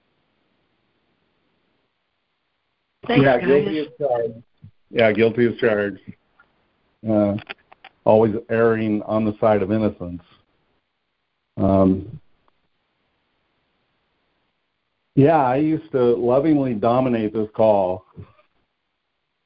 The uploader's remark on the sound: ACIM Daily Conference Call